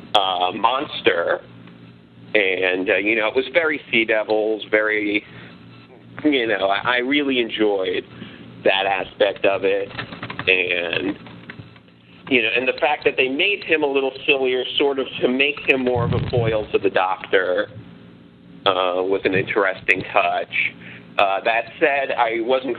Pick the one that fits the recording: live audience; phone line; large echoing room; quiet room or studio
phone line